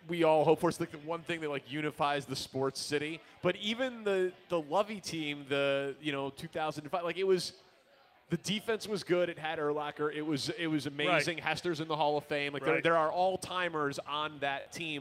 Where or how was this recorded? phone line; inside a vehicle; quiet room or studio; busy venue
busy venue